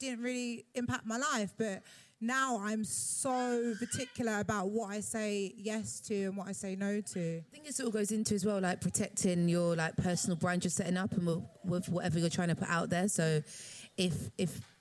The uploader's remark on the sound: Part 2 of 'Badass Mums Live' at the Roundhouse